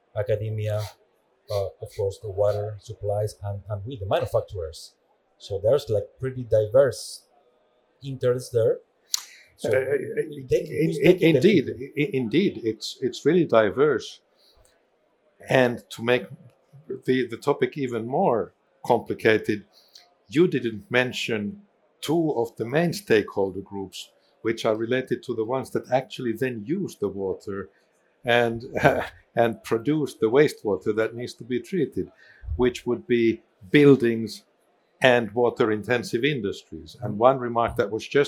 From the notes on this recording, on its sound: Recorded at World Water Congress 2022, in Copenhagen, Denmark